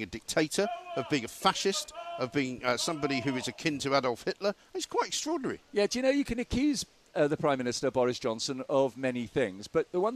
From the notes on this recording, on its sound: live from College Green